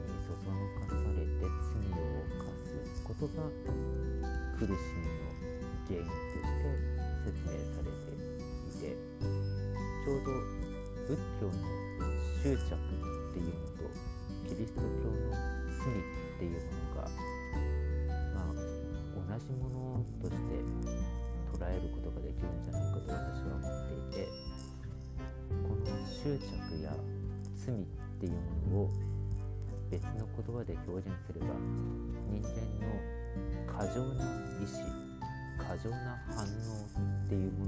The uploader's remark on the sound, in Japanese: 雑音が多くなってしまった上、音声が小さくなりました。